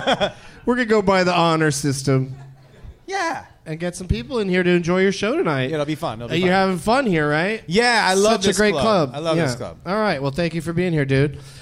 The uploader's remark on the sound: Live in Portland